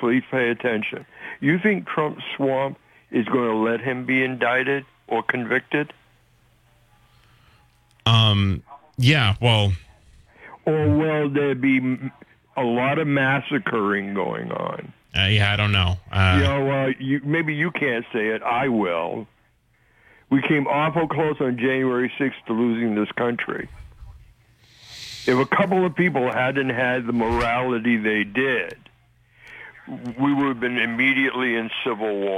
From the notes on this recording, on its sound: takes calls from the audience